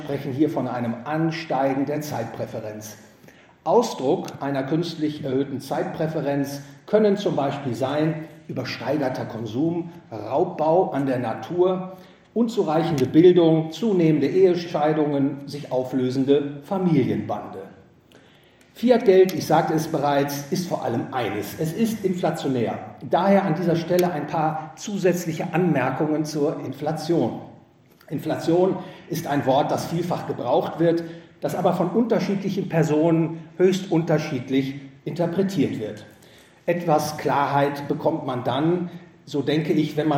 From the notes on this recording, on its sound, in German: Gehalten auf dem GVS Finanzkongress. In Wien.